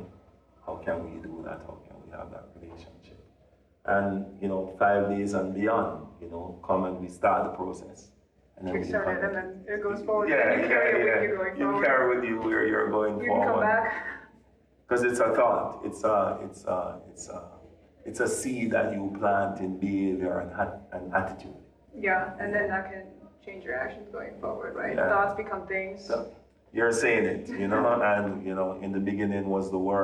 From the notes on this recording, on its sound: We recorded this in a press room at the Psychedelic Science conference in Denver, so I apologize for echoey audio and the sounds of someone accidentally coming in.